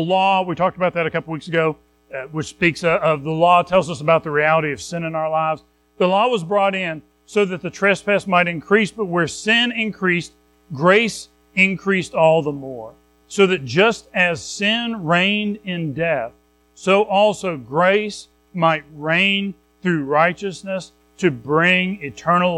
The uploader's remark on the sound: Recorded at Madison Baptist Church in Madison WV on Feb 4, 2024